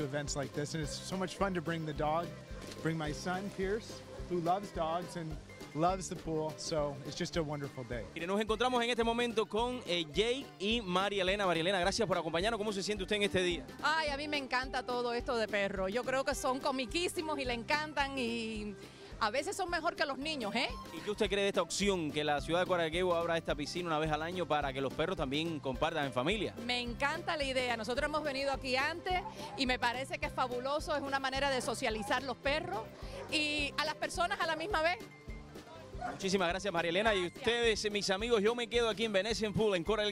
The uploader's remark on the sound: ON THE STREET. VENETIAN POOL CORAL GABLES 2014.